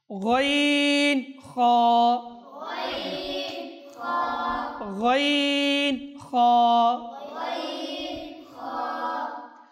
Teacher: হরফগুলোর মাখরাজ হচ্ছে হলক তথা কণ্ঠনালীর উপরিভাগ থেকে উচ্চারিত হবে